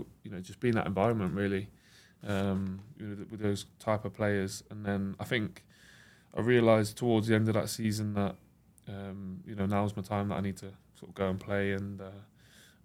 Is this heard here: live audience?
no